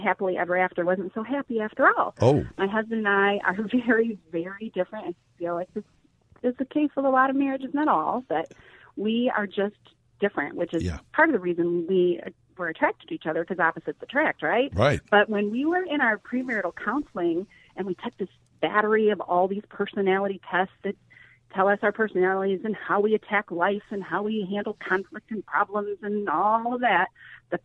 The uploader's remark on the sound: goes to the phones